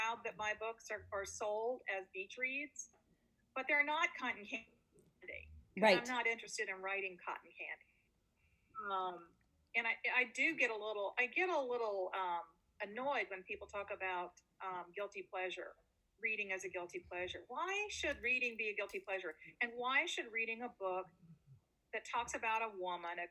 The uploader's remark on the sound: The sound quality within this episode is not up to our normal standards, we sincerely apologize for that.